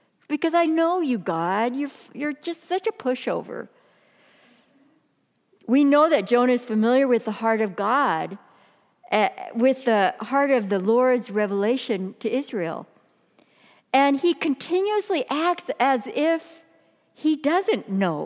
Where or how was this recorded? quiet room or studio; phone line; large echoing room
large echoing room